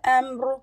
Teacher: the ra will be heavy because I'm making it sukoon. Okay, so and it is preceded with a letter before it, which has a sukoon, and a letter before it has a fatha.